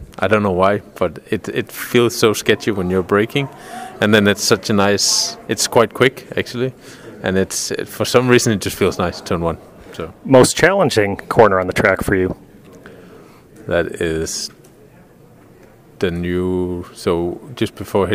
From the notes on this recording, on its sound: We caught up with him right after the IMSA qualifying press conference of the 2023 Acura Grand Prix of Long Beach.